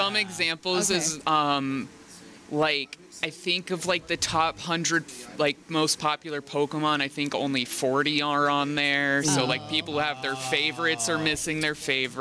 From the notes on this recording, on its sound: Live at Extra-Life 2019. For the first time ever, the CFG GameCast Crew are together in real life to record an episode!